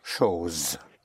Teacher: The S between two vowels has the sound of a Z